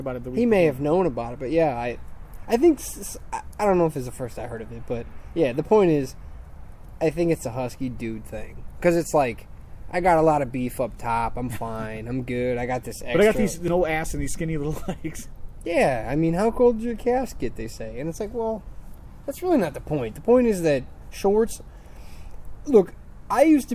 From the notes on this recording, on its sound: HOPEFULLY IT WILL BE THE LAST ONE WE RECORD OUTSIDE